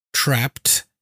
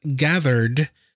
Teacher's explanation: in trapped, which is a voiceless ending, it has a T ending, trapped, and gathered, she used a voiced ending, which is the D ending · Term: ED endings